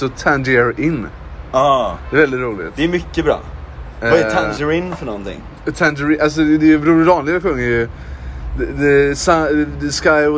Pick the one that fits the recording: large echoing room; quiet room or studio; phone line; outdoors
outdoors